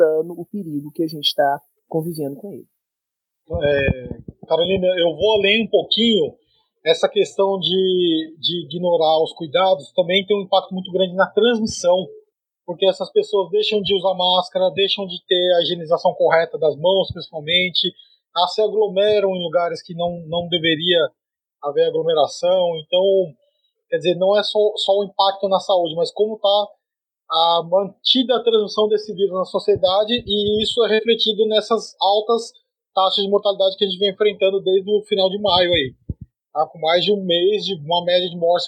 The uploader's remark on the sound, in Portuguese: Captação de áudio: StreamYard